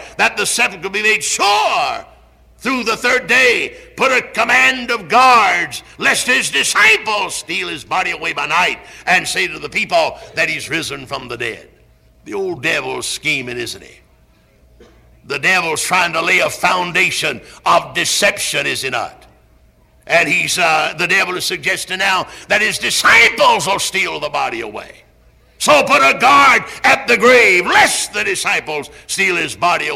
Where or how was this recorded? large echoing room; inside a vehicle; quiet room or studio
large echoing room